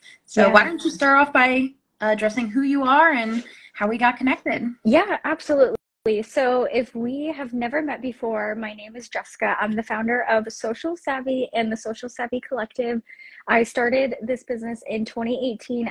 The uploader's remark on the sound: re-airing an Instagram live